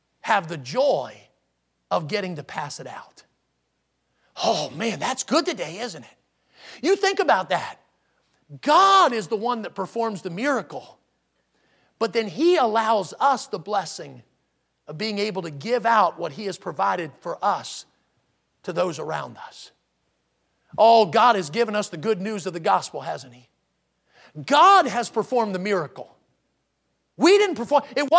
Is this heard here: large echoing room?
yes